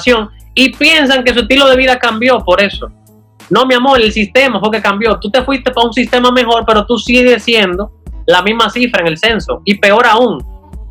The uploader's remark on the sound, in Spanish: Aquí te dejo una compilación de algunas partes de la conferencia online. Que di vía zoom al equipo de DOers y sus invitados.